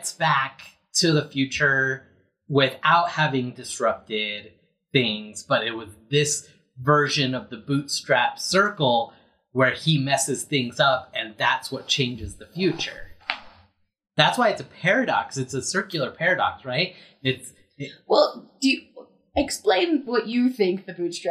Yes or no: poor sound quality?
yes